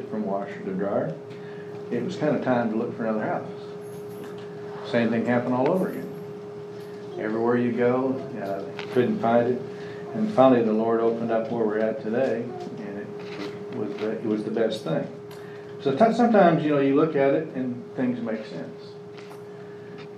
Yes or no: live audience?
yes